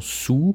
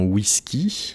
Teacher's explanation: pour une voyelle fermée, quand le degré d'ouverture est minimal, on a la voyelle OU comme dans sous, ou la voyelle I comme dans whisky